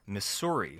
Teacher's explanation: so it's a sibilant S, like snake